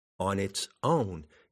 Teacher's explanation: You emphasize the word own, don't you? You get the subtle emphasis of the word own. The emphasis on the word own is the beat of the word, but the beat makes no sound.